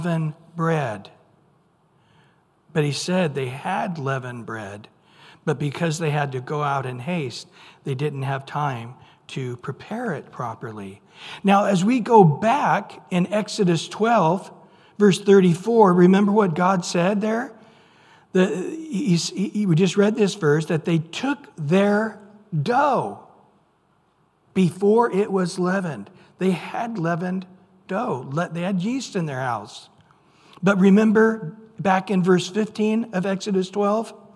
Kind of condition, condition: setting, large echoing room